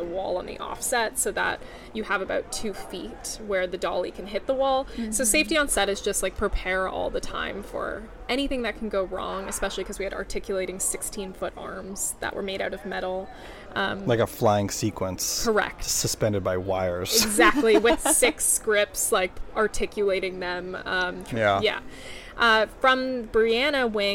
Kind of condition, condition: setting, busy venue